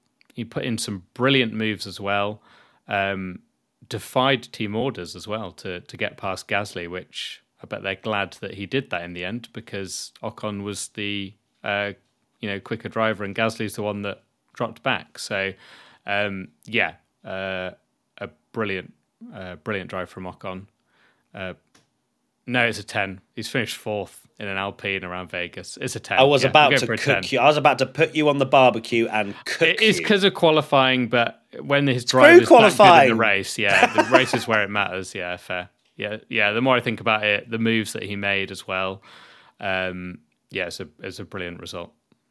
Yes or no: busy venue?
no